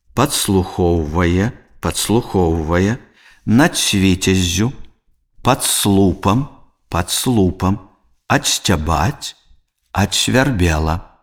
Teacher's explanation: звонкі зычны «д» можа вымаўляцца як «т» або афрыката «ц»